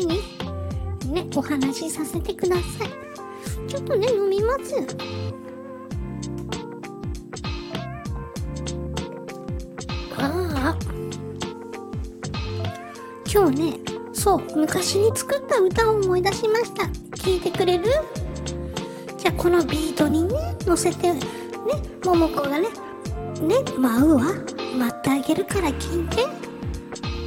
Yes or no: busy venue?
no